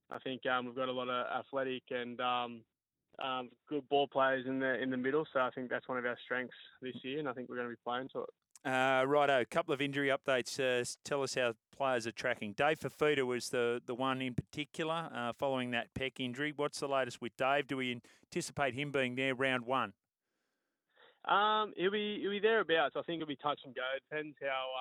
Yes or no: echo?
no